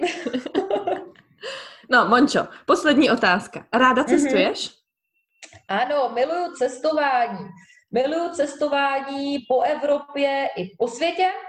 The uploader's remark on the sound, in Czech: Rozhovor jsme nahrály přes ZOOM